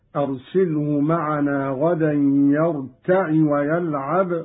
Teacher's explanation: قرأ قالون بكسر العين هكذا